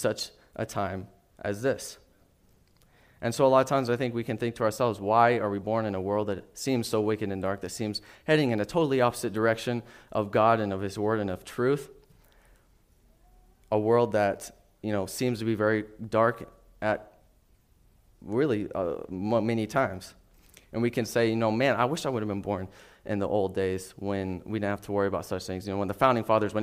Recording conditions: large echoing room